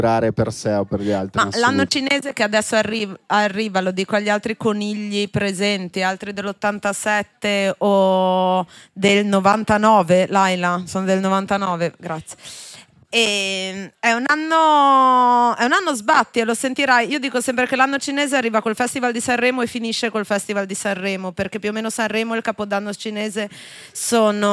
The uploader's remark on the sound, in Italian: In questa puntata LIVE da enoteca/naturale.